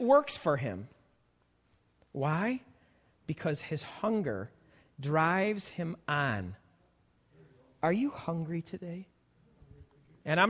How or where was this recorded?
large echoing room